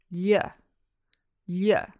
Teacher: when you have G-L followed by an I or an E, like in tagliatelle, it's pronounced ly, ly. And this sound doesn't exist in English, so it can take a bit of getting used to.